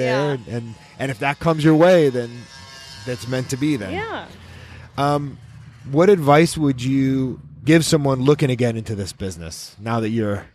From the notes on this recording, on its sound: right outside the food truck